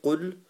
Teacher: It's the back of the tongue going up to the palate.